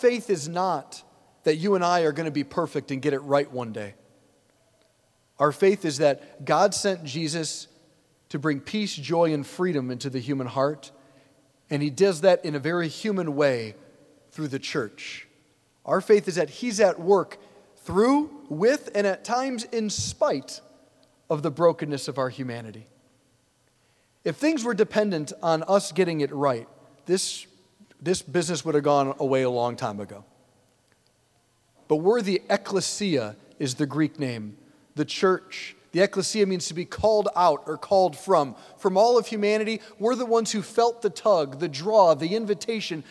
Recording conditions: large echoing room